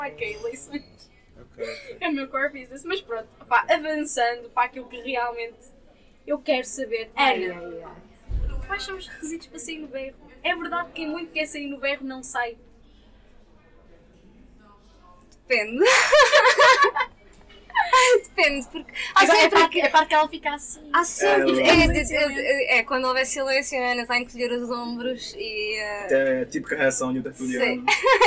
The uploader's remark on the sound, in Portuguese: Pedimos desculpas pela qualidade do Áudio